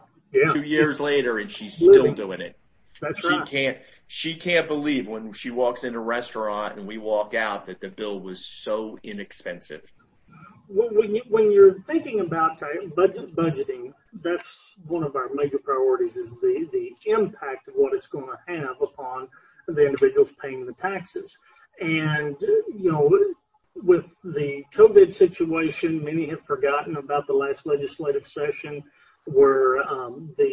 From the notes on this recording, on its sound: This interview was recorded via Zoom